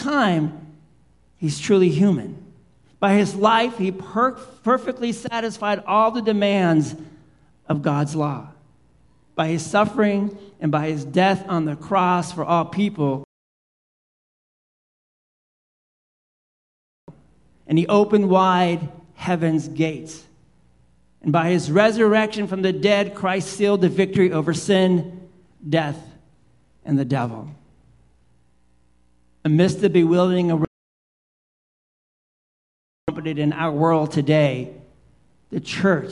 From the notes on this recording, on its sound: Live Worship Service - Holy Trinity Sunday pt.